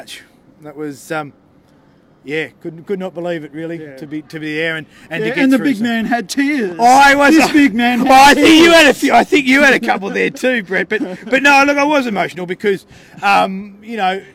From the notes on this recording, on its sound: The Greenhouse Live was there to analyse the game and capture the joy of the fans, with the Raiders qualifying for an historic first Preliminary Final at Canberra Stadium.